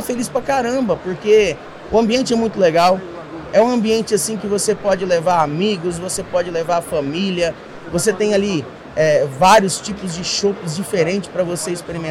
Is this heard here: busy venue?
yes